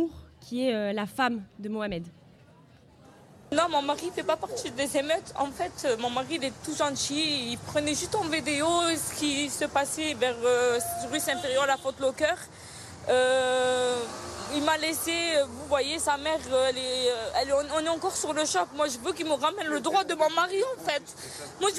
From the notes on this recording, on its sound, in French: Le Bocal était l'invité de la Claque podcast party, soirée dédiée à la création sonore locale, organisée par La Claque , la newsletter des podcasts 100 % marseillais (et alentours). Nous avons enregistré un épisode du Bocal en public. L'ambiance était plutôt festive.